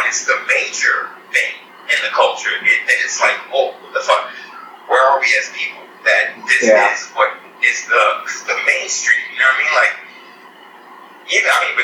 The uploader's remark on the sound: we apologize for the audio quality, as our call recording app failed on us and we had to recover the audio from a background recording